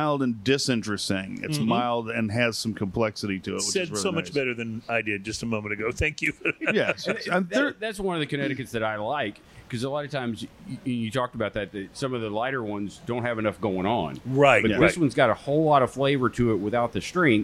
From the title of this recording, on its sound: On Location At Cigar Towne!